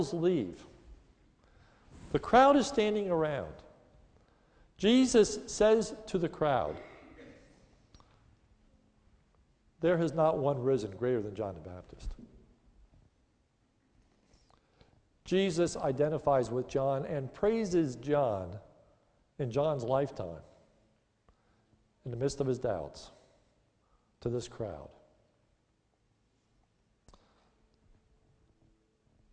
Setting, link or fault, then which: setting, large echoing room